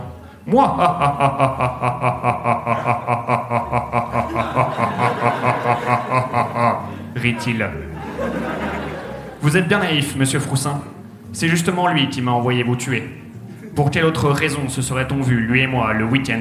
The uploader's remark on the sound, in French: Enregistré en live et en public à la Bellevilloise à l'occasion de la soirée spéciale Noël du One More Joke le 18/12/2018.